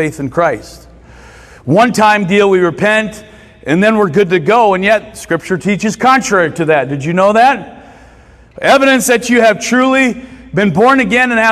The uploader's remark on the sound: recorded Sunday mornings at Church of Hope